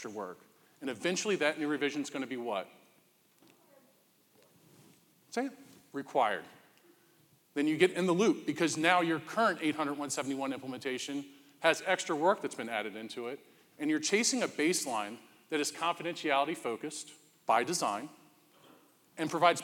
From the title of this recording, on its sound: Live at CS2 Denver